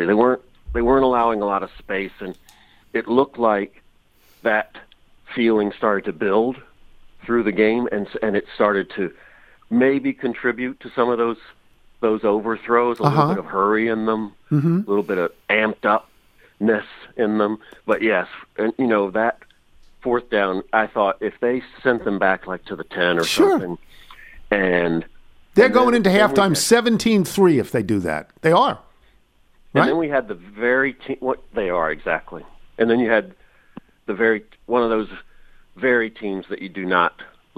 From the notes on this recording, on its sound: Phones. Calls.